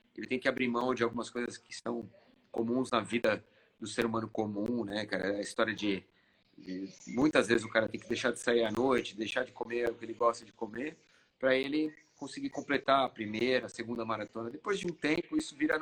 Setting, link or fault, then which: link, video call